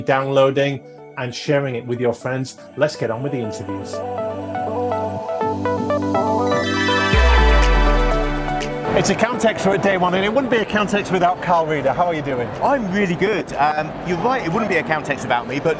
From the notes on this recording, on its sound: Live from Europe's Biggest Event 'Accountex'. A series of live interviews from Accountex 2022 in London. AIBN were the official broadcast partners of the event.